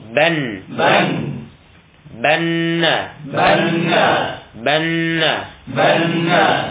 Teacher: di khayshun, di pangkal hidung atau rongga hidung